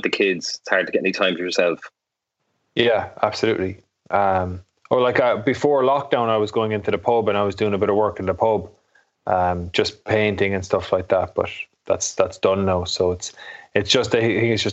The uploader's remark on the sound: The House of Rugby gang are back together, on Skype anyway. Dials in from Limerick. Over in New York.